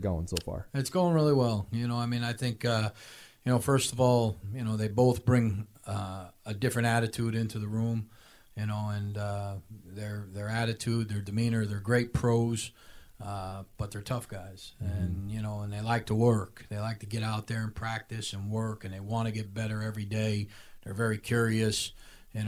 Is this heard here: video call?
no